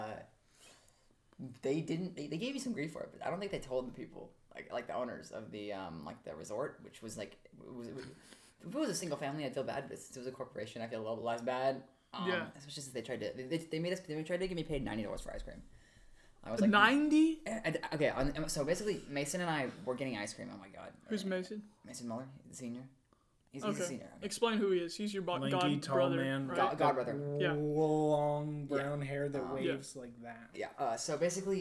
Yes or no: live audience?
no